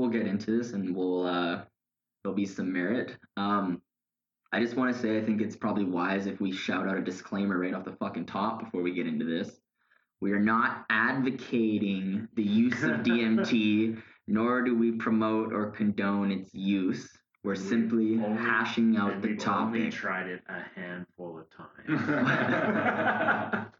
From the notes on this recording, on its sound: APOLOGIES FOR THE AUDIO QUALITY WITH THIS ONE